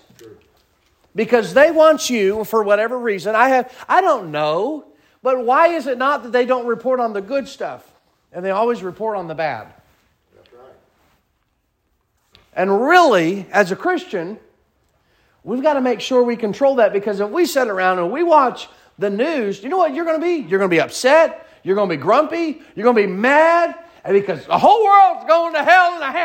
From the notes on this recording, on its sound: Sermon preached at Mid County Baptist Church.